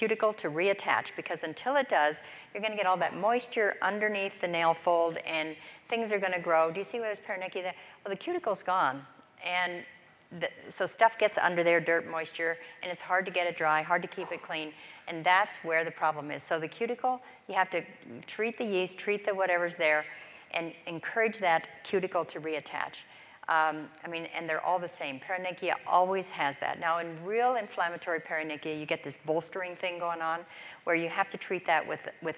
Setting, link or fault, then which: setting, large echoing room